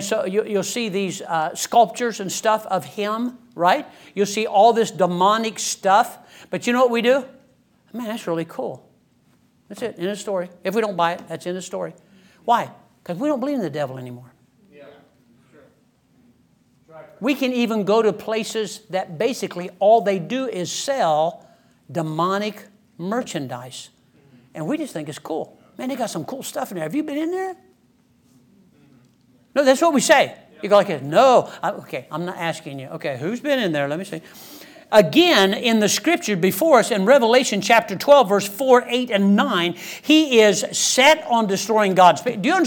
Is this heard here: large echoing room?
yes